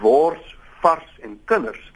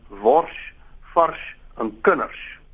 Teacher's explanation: 'n vorm van palatalisering van die slot S wanneer dit voorafgegaan word deur 'n R · Shown in: second take